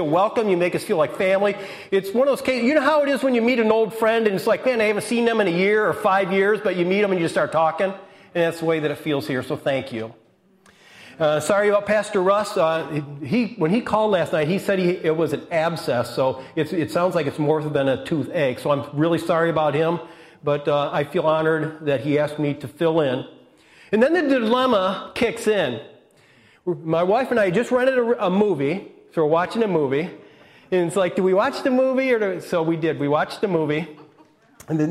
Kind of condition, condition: setting, large echoing room